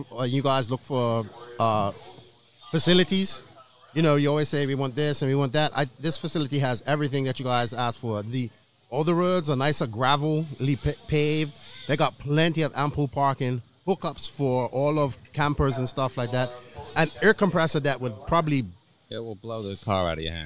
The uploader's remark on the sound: Live from Day #2 of Qualifying at the ROAR Fuel Nationals. Hopefully the internet cooperates with us and we can do this live so bare with us please.